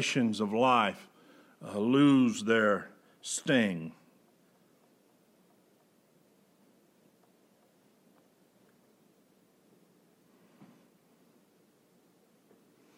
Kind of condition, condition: setting, large echoing room